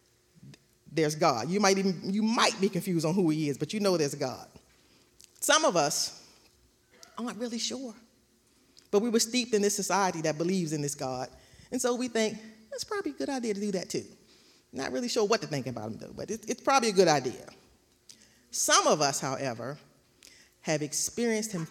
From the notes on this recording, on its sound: recorded live on October 31st, 2021 at Newark United Pentecostal Church.